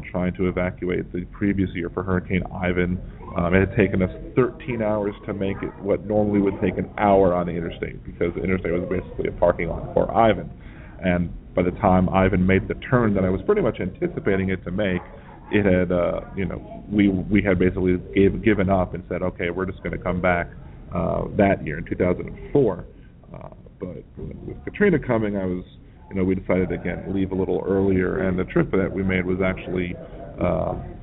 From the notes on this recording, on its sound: Broadcasting live from Rising Tide X at Xavier University. I will have an open mic to join in the conversation live or you can call in as usual.